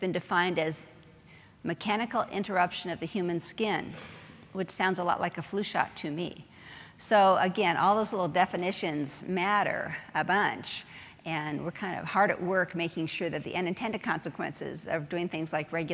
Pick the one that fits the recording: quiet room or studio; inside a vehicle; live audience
live audience